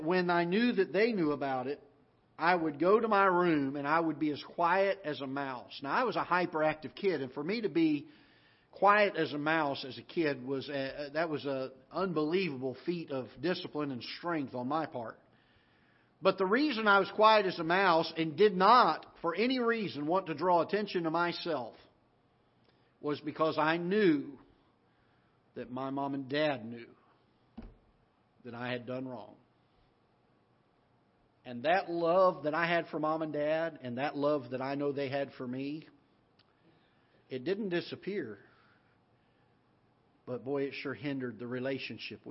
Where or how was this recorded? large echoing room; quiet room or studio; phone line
large echoing room